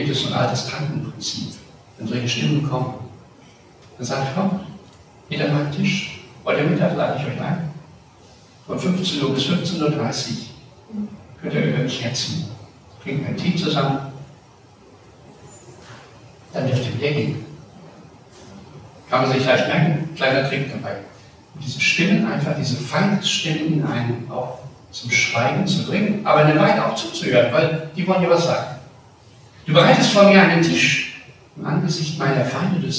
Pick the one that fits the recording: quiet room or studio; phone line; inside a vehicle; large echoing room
large echoing room